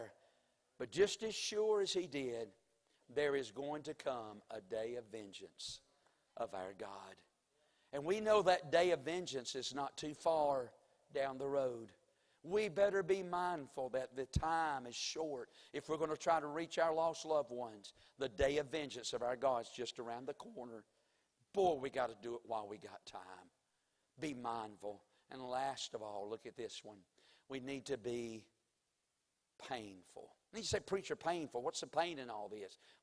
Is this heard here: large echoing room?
yes